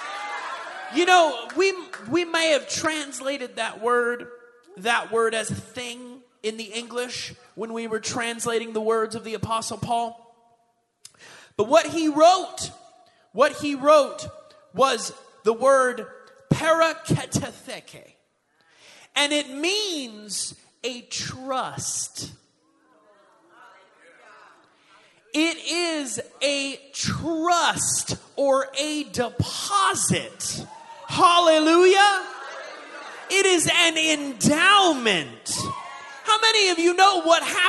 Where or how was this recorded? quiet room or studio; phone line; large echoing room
large echoing room